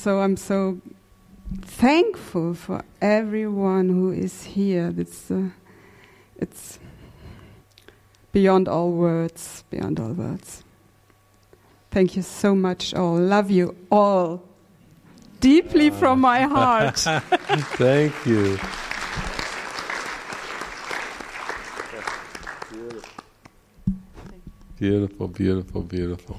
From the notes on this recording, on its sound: This session was recorded during the Into the Kingdom retreat in the morning of October 11, 2019, at the Castle De Berckt in Holland.